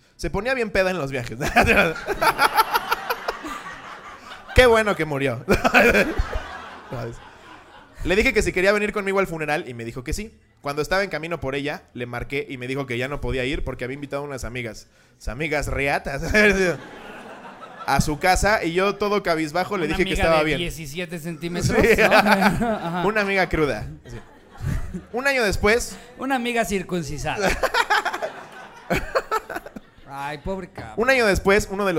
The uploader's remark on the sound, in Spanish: En vivo desde la CDMX